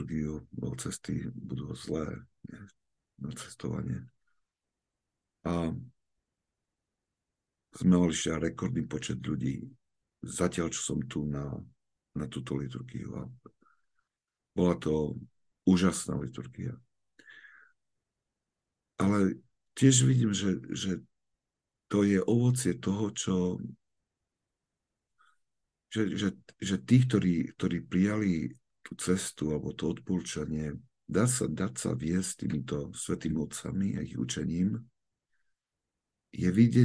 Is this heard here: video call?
yes